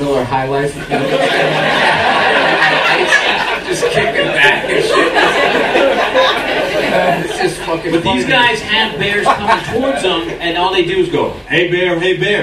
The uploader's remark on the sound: Recorded Friday July 31st, 2015 At The Comedy Store. All Things Comedy Live Podcast. At The Comedy Store Los Angeles, CA.